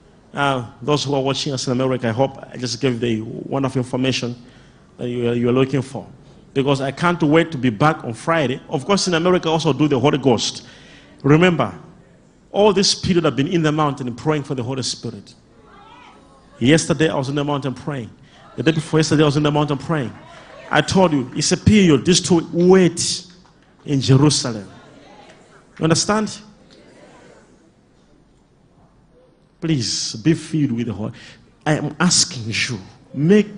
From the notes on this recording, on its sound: LIVE SUNDAY SERVICE| ECG CHURCH.